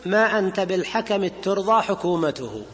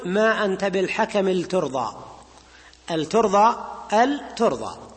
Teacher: يجوز لك في قراءتها وجهان، الأول الإدغام، إدغام التاء